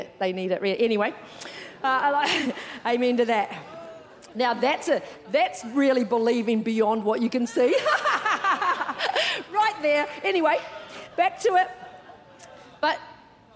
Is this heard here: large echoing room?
yes